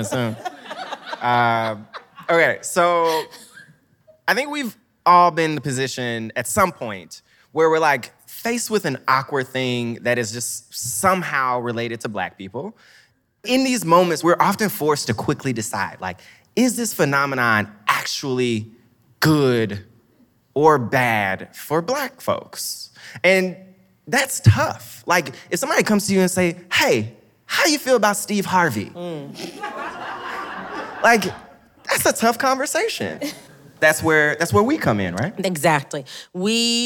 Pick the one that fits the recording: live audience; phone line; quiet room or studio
live audience